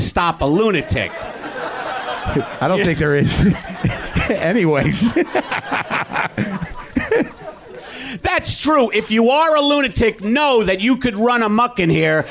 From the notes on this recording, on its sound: You have the makings of a classic live WTF. Taped 5/21/10 at UCB LA.